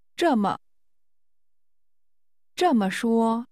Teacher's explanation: This is pronounced with a falling tone and an unstressed neutral tone.